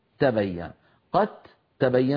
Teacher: يعني قد تبين دال ساكنة بعدها تاء، صحيح أنهما حرفان متجانسان ومن المخرج نفسه، لكن لا يمكن إدغام دال في تاء إلا إن حولنا الدال في قد إلى تاء، فعندئذ تصير قد تبين، قد تبين، فيلتقي تاءان يعني متماثلان والأول ساكن، فندغم الأول في الثاني فتصير قد تبين. · Term: الإدغام